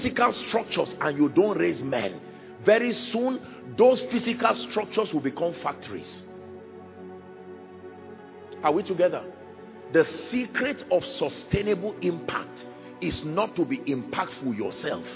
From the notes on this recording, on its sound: From Faith To Faith Conference, International Conference Centre, University of Ibadan 15th July, 2022.